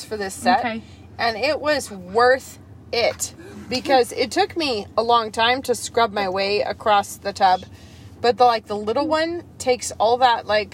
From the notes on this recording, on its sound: This week we have not one, but two special guests with us in the car!